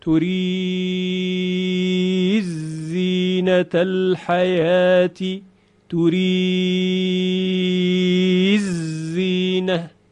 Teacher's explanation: دال در زه ادغام میشه